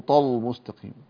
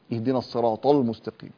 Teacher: نعم المستقيم، هذه اللام لام مرققة، الصراط طل طل طل مستقيم، لا تقول طل مستقيم كما نسمعها كثيرا، اهدنا الصراط المستقيم. لا تفخم اللام، رقق اللام، لا تجعلها تنجذب إلى الطاء التي قبلها · Shown in: second take